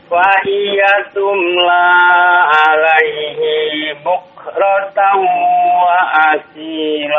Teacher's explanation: Bukrotaw idgham bi gunnah. Tahan dua harokat.